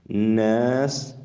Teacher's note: نون مشددة فيها غنة بمقدار حركتين